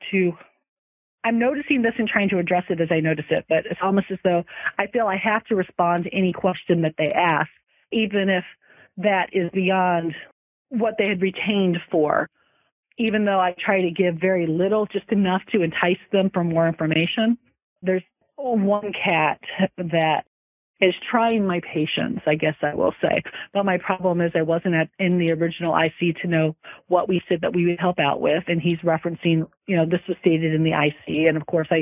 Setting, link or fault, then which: link, phone line